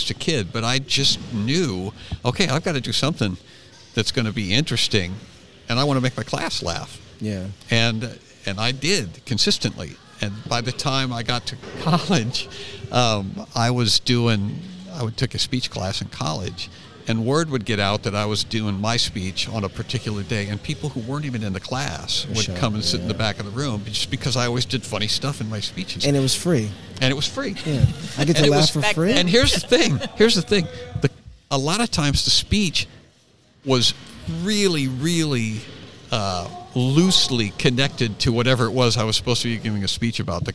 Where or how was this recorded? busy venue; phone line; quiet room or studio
busy venue